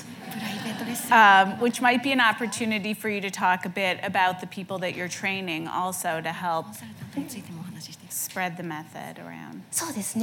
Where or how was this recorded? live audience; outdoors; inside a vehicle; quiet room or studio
live audience